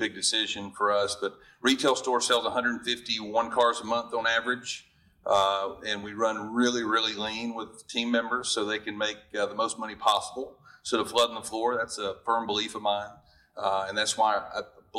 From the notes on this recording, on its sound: Dealer Panel Q&A Live From NIADA 2022.